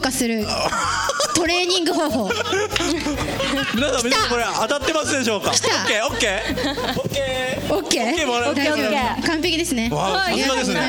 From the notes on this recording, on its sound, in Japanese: 川崎モアーズ屋上ビヤガーデンをお借りしたライブイベントでの公開収録。